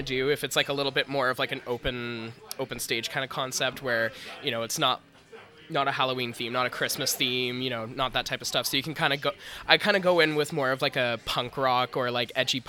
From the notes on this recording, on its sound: broadcast live from Adventurers Guild in DTK